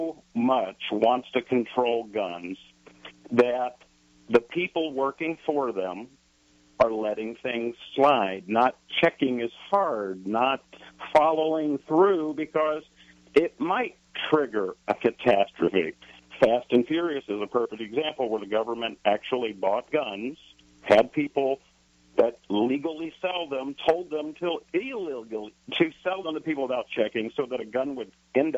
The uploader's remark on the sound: I am joined by callers